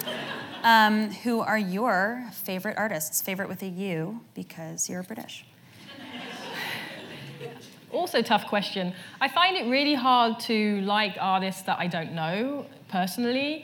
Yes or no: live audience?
yes